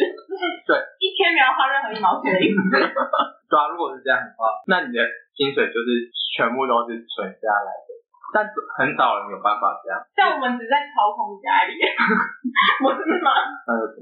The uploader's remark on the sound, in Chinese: 我豬腦導致收音不太好。已經努力修復了。